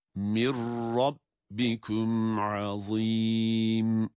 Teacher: cezimli nun kendisinden sonra gelen ra harfine idgam edilerek, katılarak okunuyor. Ra şeddeliymiş gibi.